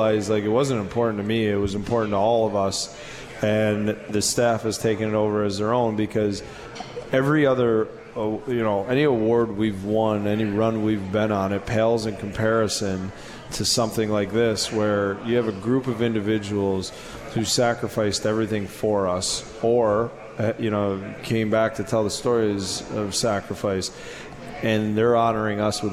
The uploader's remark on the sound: Tonight's show, live from the 72 Tavern for Utica Comets #Insider.